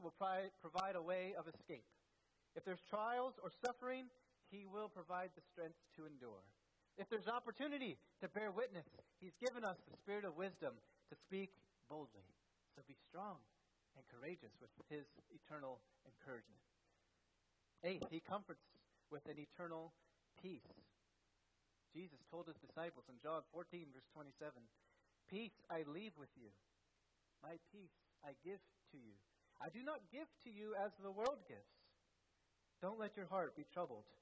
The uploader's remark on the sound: at First Baptist Church in Delphi, Indiana